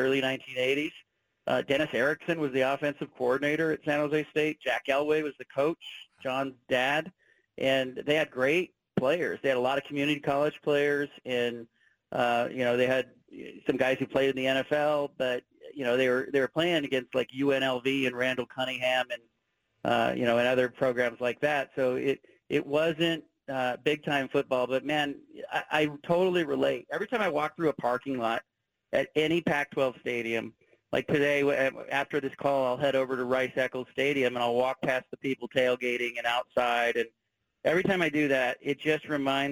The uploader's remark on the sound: Call-In from Salt Lake City